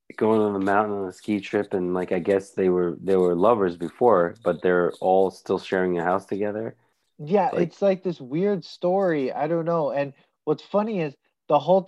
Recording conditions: video call